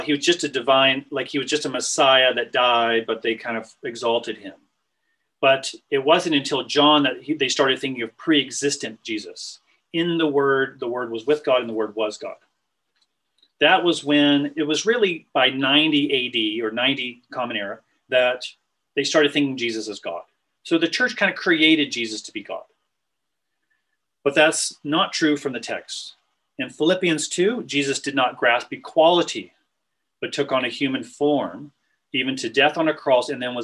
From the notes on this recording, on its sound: This was recorded on Zoom